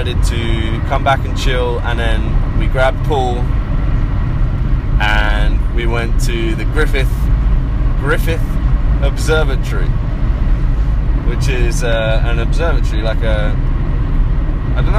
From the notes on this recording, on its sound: We're in the car, thought it would be fun, apologies for the poor sound quality!